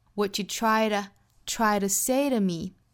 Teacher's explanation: 是美音的话更倾向于弹出来。What you tried, 很像一个音标 d 的这个发音但是要比这个 d 弹的感觉要更强